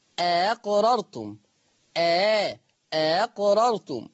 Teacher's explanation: طب لما يجوا همزتين مفتوحتين يعني متفقتين في الحركة، عشان كده ورش عن نافع يقرأ الهمزة التانية بالتسهيل أقررتم، أقررتم، أو يبدل الهمزة الثانية حرف مد.